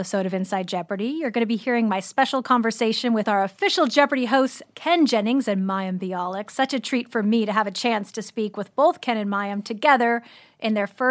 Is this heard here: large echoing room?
no